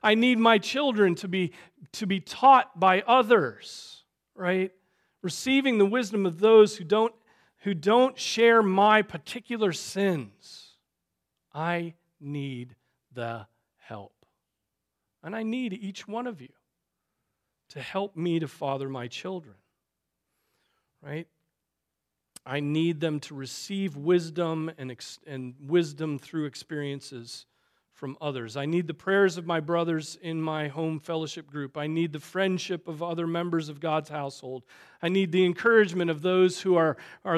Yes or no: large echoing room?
yes